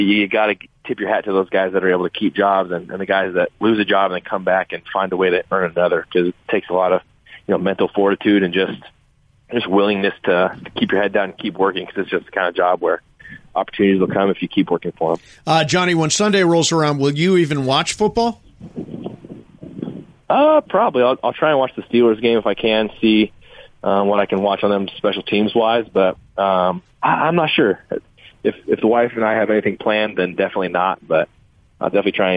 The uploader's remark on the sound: Called in to talk about what he's been up to during the Bye Week.